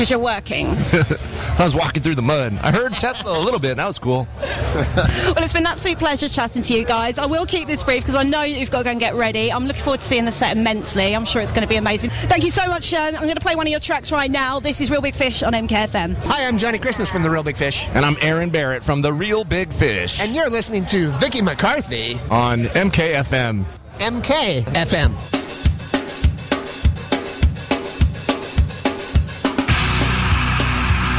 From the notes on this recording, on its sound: backstage at Download Festival 2019